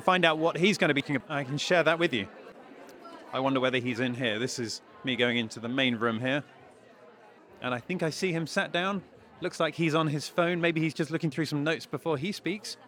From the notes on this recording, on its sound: Coming to you live from the AMCIS Admissions Conference in central London on a rather chilly Thursday. Stood outside the Holiday Inn Bloomsbury.